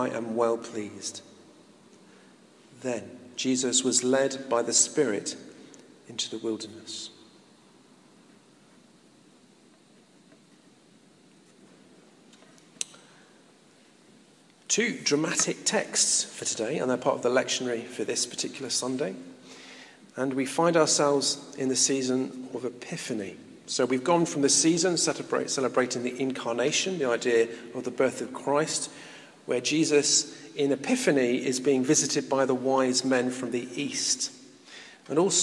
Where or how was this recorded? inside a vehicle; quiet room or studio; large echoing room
large echoing room